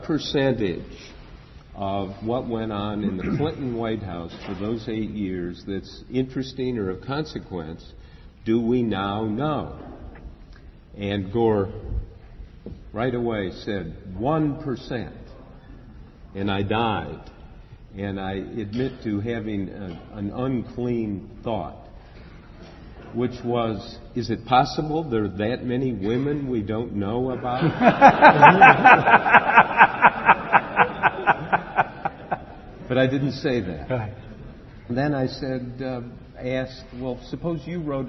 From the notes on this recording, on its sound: During a session at the 2009 IRE Conference in Baltimore